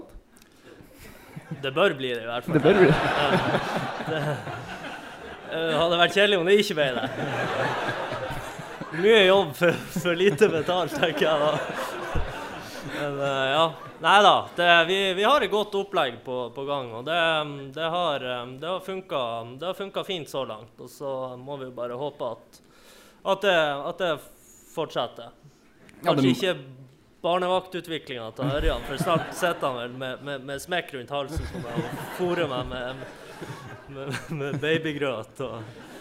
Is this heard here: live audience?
yes